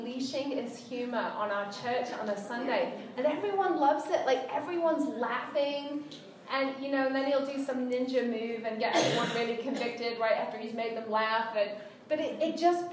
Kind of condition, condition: setting, live audience